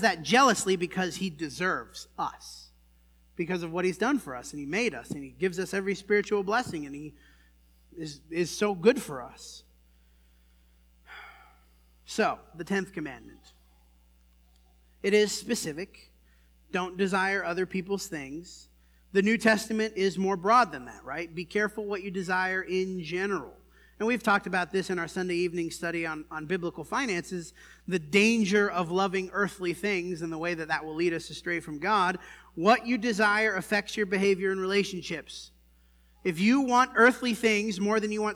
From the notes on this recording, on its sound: This sermon was preached at the Dewey Church